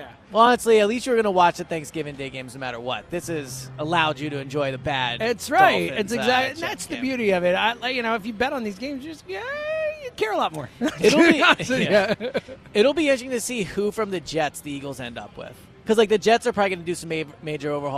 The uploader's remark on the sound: live at Parx Casino